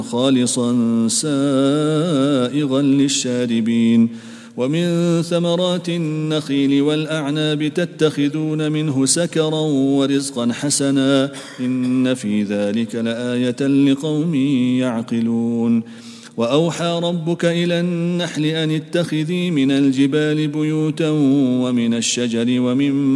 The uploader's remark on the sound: at the Houghton Masjid (West Street)